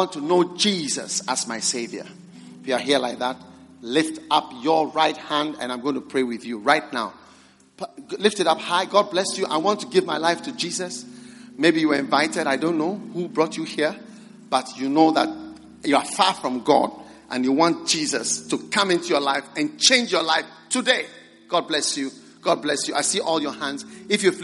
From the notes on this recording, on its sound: Preached at the First Love Center.